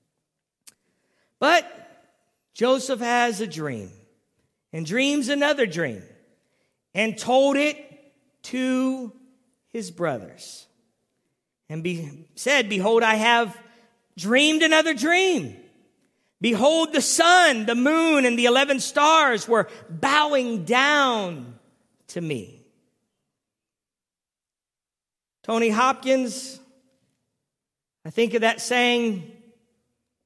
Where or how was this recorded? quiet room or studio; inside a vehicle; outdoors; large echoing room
large echoing room